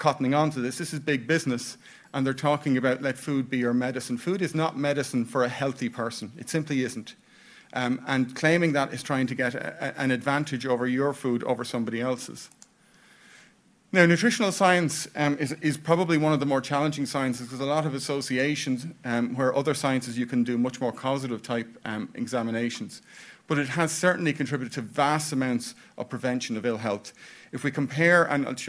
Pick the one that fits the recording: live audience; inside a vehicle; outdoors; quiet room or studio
live audience